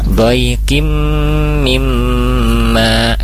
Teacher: tanwin bertemu mim idgham bi gunnah, dimasukkan ke huruf mim tanwinnya dan ditahan gunnahnya. Dhaikim mimma, kemudian di mimma kembali ada gunnah di sana mim tasydid dan maknya mad dhabi'i dibaca panjang dua harakat.